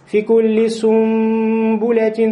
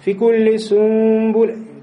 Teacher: когда нун, сякина перед бэ, она превращается в мим и появляется еще гунна · Shown in: first take · Вот этот тонкий хрустальный звук.